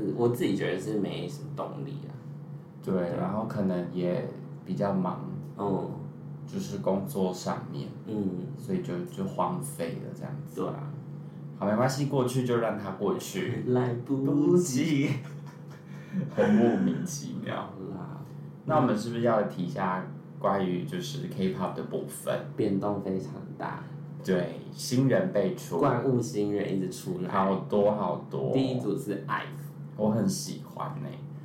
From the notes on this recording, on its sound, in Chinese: 本次錄音場地限制，音質有點出車禍，請見諒